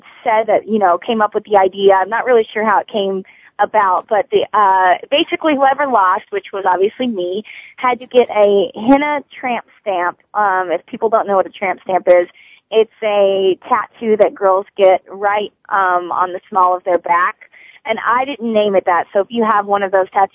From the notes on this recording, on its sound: Soap Central Live opens the phone lines to fans.